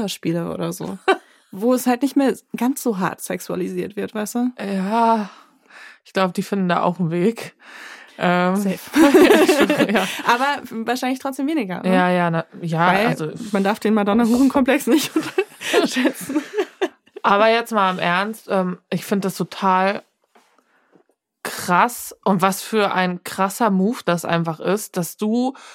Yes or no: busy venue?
no